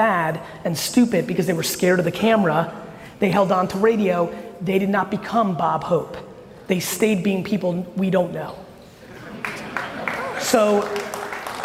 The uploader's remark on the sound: Complete fire coming out of this keynote at Tampa Startup Week.